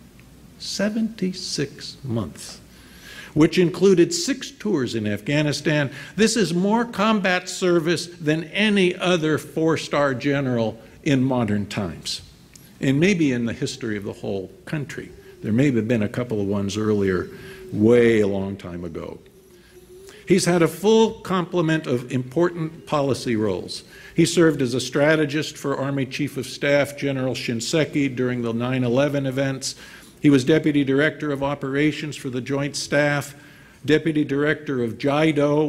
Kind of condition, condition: setting, live audience